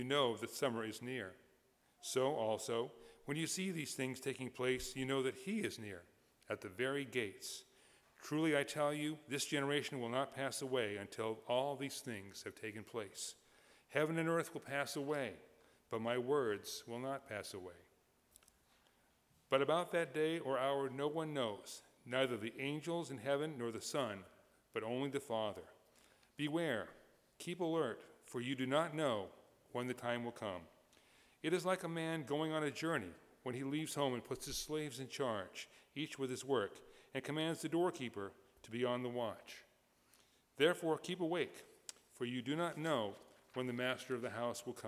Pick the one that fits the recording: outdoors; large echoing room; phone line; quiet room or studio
large echoing room